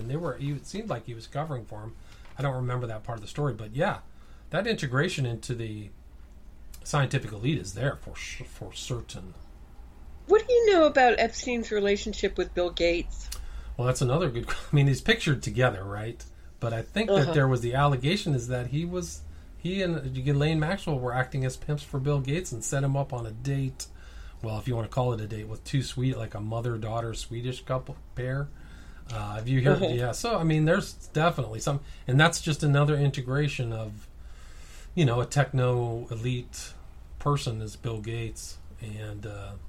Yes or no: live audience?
no